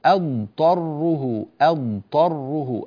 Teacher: الضاد لا علاقة للأنف بها من قريب ولا من بعيد